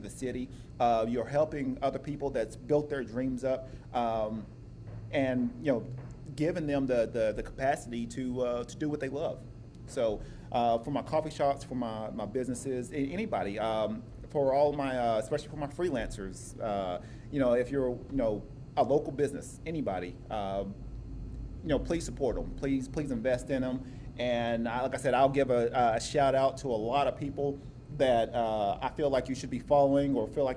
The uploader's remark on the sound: This episode was a previously recorded FB Live Video at the local restaurant The Breakfast Mug in Oceanside, California. Practicing some social distancing so I was the only one in there.